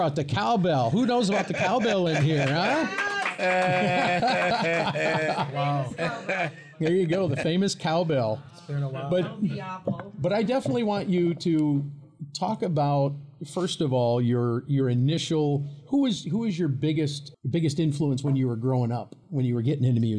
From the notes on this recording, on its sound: This very first episode of Time Signatures was recorded live at Moriarty's in Lansing, Michigan.